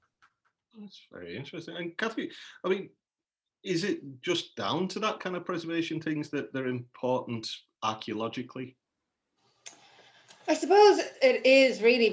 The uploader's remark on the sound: joined for a Zoom chat